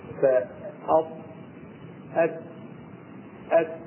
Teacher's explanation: تلاحظ أن الطرف يلتصق بأصول الأسنان العليا الأمامية اللي فوق، يلتصق يعني طرف اللسان بأصول الثنايا العليا.